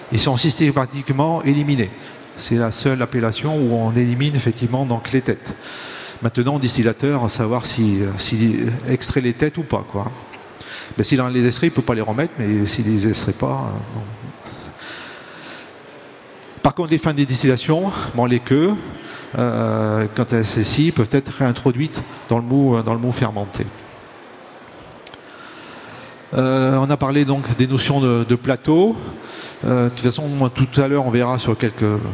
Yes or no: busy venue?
yes